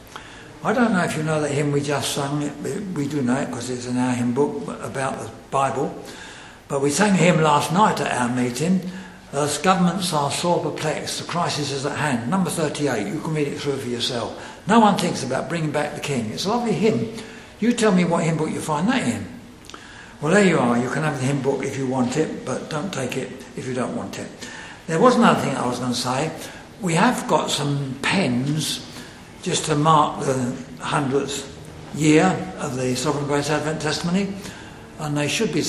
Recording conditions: large echoing room